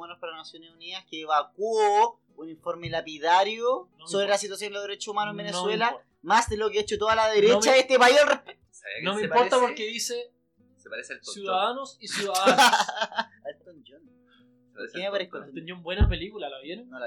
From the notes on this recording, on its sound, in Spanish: Es por ello que perdimos el fin de semana aprendiendo a remasterizar el episodio piloto. Bajamos el db general del audio, para quienes quieren conservar la audición, eliminamos en lo posible algunos ruidos molestos y agregamos una sensual música de ascensor de fondo para ocultar la precariedad del audio.